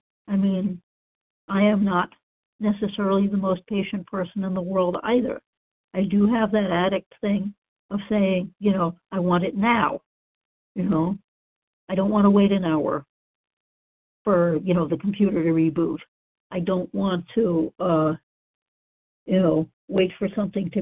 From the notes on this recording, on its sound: from the 100 Pounders Phone Meeting, 10/4/23.